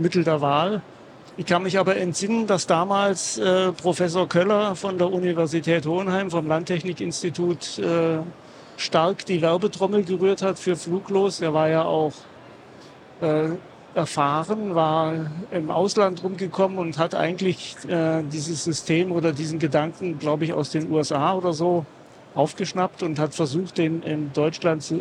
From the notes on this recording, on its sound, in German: aufgenommen live von der Agritechnica